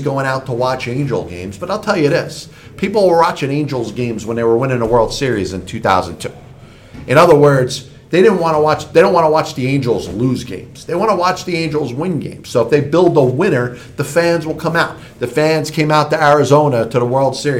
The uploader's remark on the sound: Live from the RWJ Barnabas Arena in Toms River, NJ